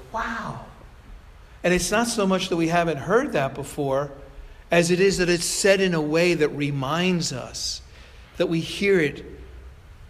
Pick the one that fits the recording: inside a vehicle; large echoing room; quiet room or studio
large echoing room